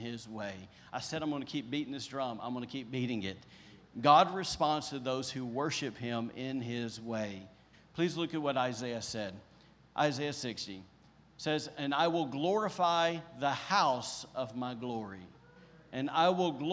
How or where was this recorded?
large echoing room